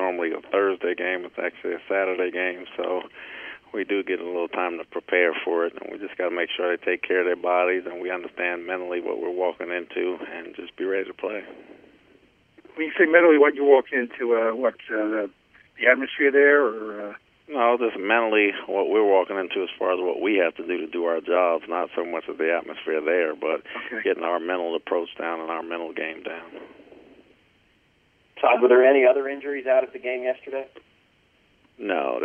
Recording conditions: phone line